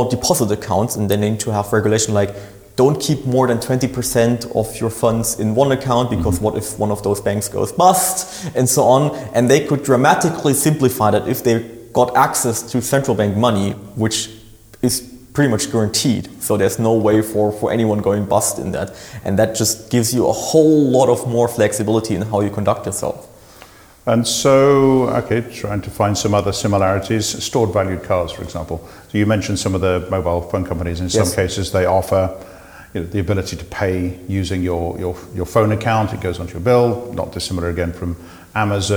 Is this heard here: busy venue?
yes